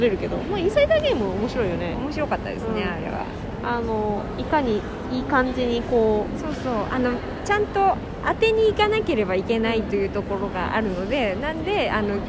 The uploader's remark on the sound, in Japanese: 野外収録の為、環境音注意